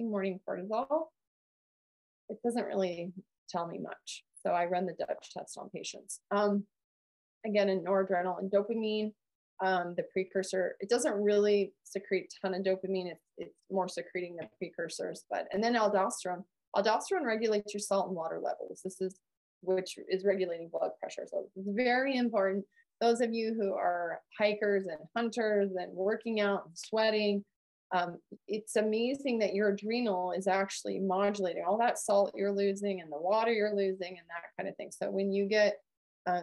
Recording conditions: video call